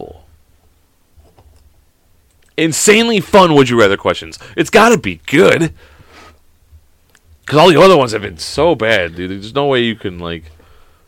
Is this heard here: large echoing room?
no